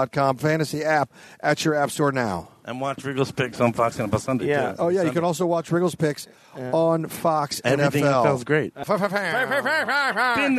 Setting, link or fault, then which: setting, busy venue